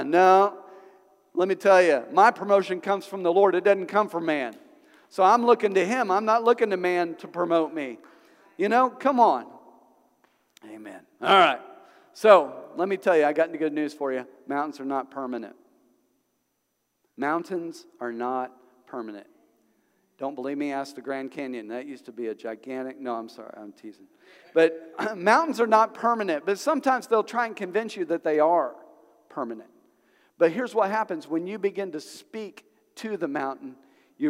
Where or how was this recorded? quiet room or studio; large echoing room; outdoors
large echoing room